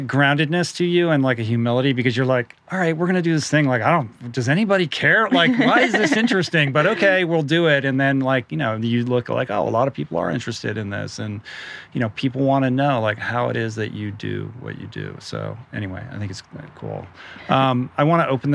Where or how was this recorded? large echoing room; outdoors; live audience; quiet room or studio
outdoors